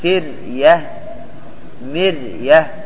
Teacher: فريه، مريه، الراء هنا إيش؟ مرققة، لأن قبلها كسر أصلية وبعدها حرف استفال